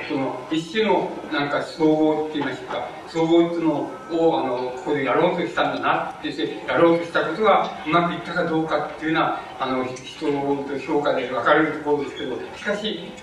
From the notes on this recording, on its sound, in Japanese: 場所：国学院大学常磐松2号館2階中講堂。昭和文学会の春季大会として 行なわれた講演。客席録音のためノイズが入るが 比較的クリアに収録されている。